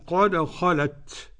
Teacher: فنقف مع بيان همس التاء